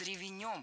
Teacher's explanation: Творительный падеж с ревенем. Ударение в русском языке подвижное. И оно у нас передвинулось на окончание. И беглой гласной здесь быть не должно.